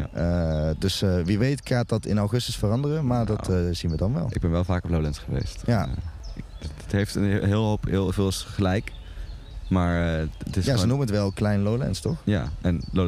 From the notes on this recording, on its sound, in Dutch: Down The Rabbit Hole is het beste festival van Nederland. Live vanaf de Down The Rabbit Hole camping.